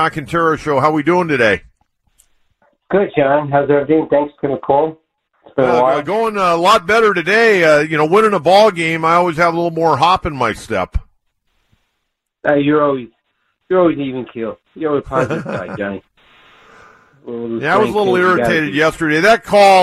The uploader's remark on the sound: takes your phone calls